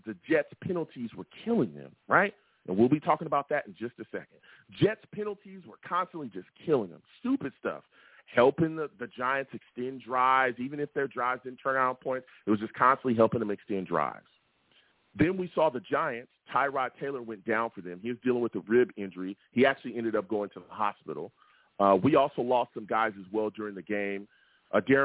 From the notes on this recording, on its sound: I take live callers!